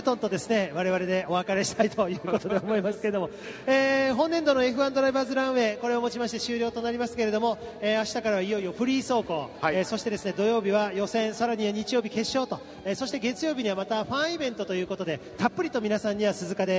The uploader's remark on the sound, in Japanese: 鈴鹿サーキットから臨場感たっぷり録れたて音声をお届けします。